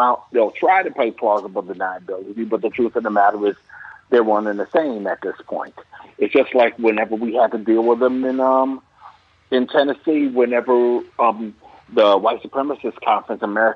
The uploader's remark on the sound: call in guest